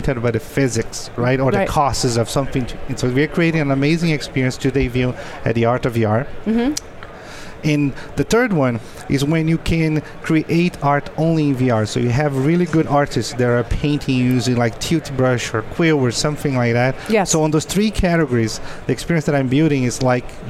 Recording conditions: busy venue